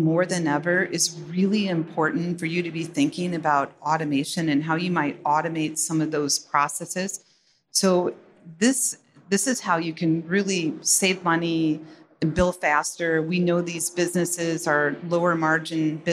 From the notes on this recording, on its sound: in this fireside chat on day 2 of F3